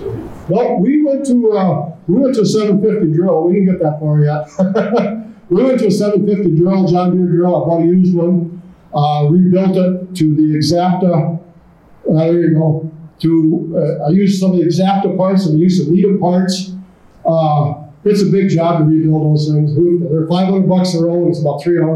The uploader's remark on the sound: listen to a presentation from the Soil Management Summit in Alexandria, Minn.